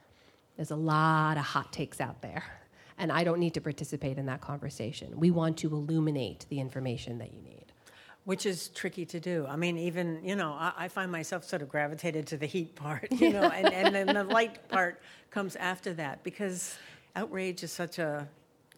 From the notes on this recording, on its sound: before a live audience